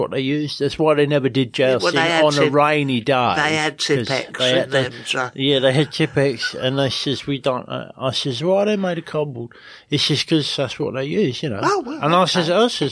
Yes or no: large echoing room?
no